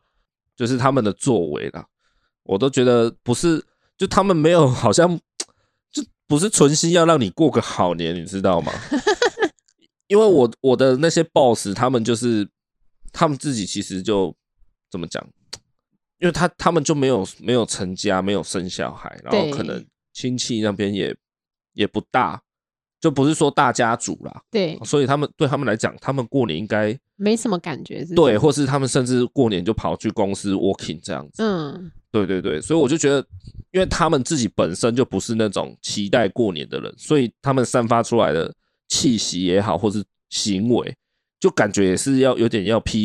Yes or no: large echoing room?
no